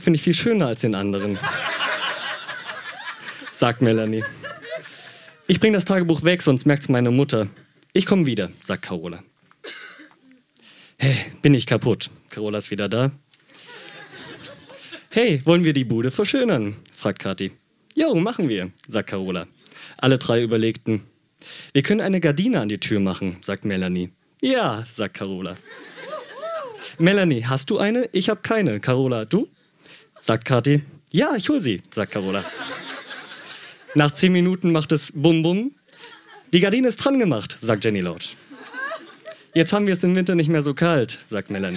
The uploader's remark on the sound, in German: Ausschnitte aus der Veranstaltung vom 24.03.2019 in der Wohngemeinschaft, Köln. Heißen Dank an die Wohngemeinschaft, unser tolles Publikum.